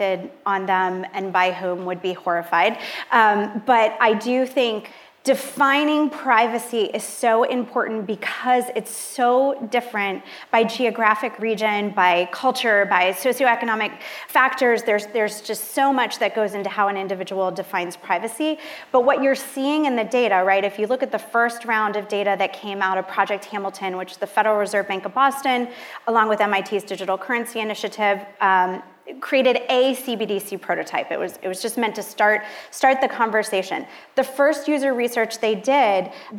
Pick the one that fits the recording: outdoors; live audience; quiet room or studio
live audience